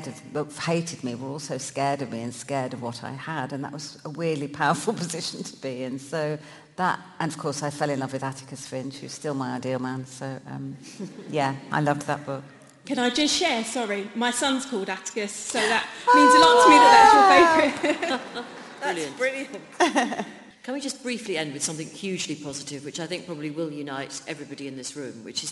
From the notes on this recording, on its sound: live from WOW - Women of the World Festival at the Royal Festival Hall in London